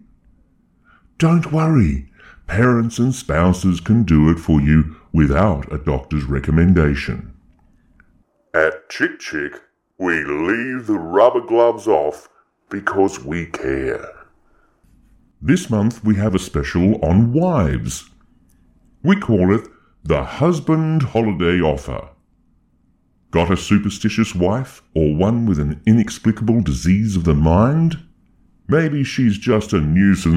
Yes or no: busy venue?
no